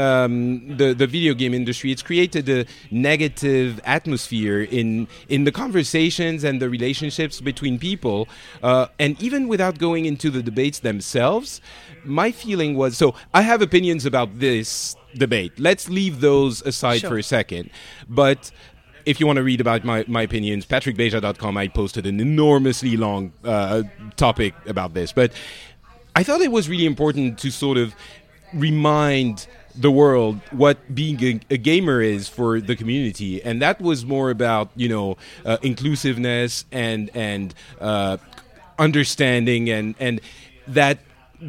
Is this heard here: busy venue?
yes